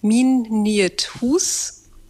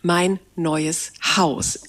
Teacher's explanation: von I na Ei, von U na Au und von Ü na Oi · Term: neuhochdeutsche Diphthongierung